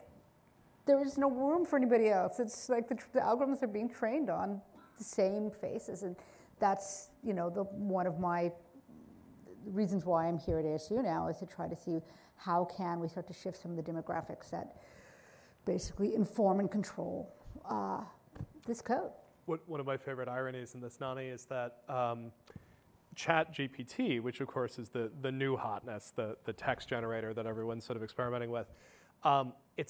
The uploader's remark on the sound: Live from ASU California Center at the historic Herald Examiner Building.